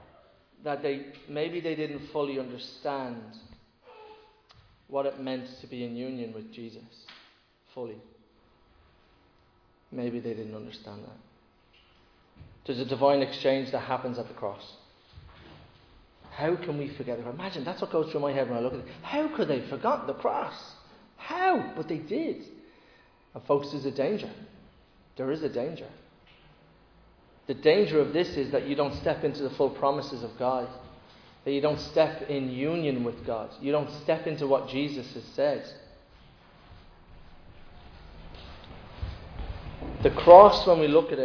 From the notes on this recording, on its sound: Recorded live in Liberty Church on 22 May 2022